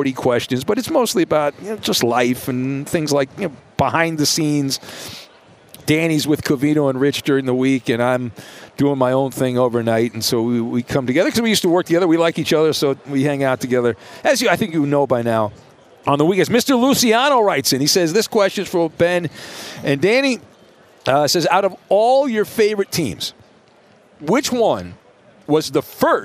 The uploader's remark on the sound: "live on tape" from Radio Row!